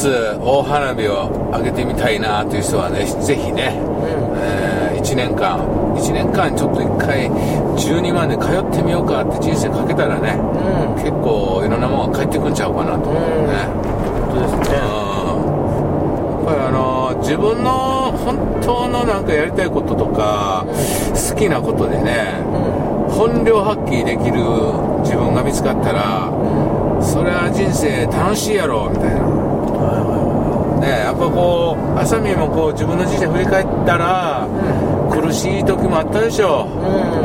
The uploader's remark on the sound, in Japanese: ドライビング対談収録をいたしました